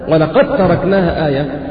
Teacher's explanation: ولقد تركناها آية، ما تقولش ولقد تركناها، لا ولقد تركناها آية، تضغم الدال في التاء لقوة التجانس فيما بينهما